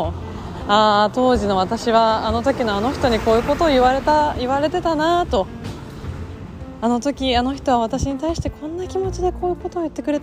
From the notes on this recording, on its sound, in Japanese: 川沿いを歩きながら。今日は、散歩をしながらの収録回。